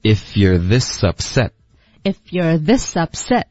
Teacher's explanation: this 跟 upset 刚刚没有连读 this up 就一口气直接说出来就行了